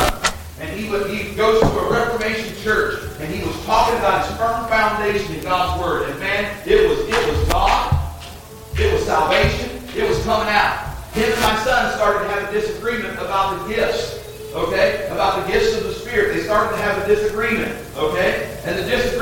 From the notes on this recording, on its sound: Audio quality not the best.